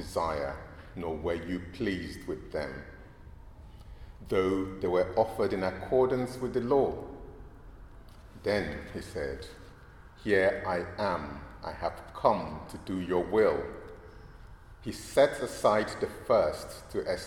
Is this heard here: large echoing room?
yes